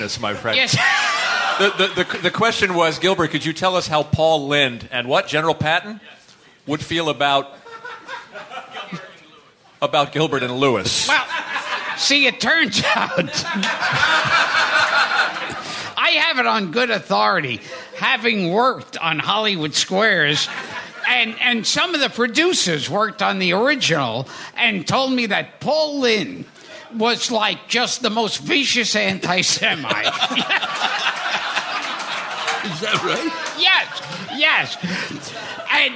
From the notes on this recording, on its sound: A memorable LIVE interview. Recorded at the late, great Caroline's Comedy Club.